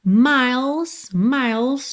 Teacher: do L você vai direto para o S